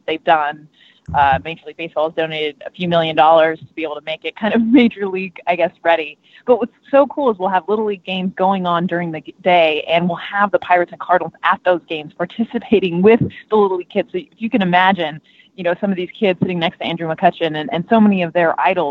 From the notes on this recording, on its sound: Got on the phone with ESPN baseball analyst.